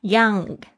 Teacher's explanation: NG 的发音哦，它是这个后舌，就是你舌头的根部翘起